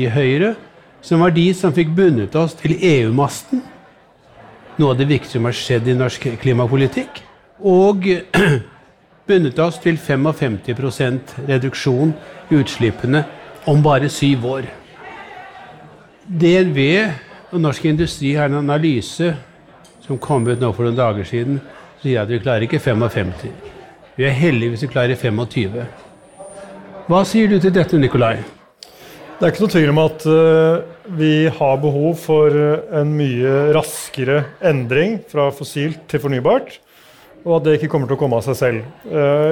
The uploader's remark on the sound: Klimaoptimistene live fra Zerokonferansen 2022